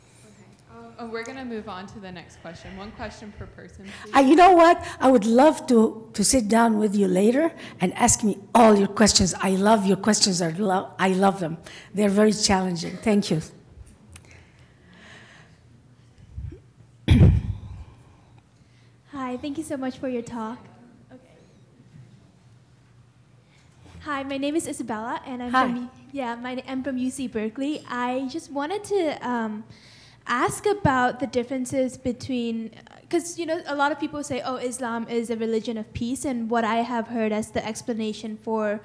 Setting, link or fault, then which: setting, live audience